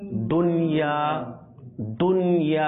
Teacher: এখানে দুন গুণনা হবে না · Term: ইজহার মুতালাক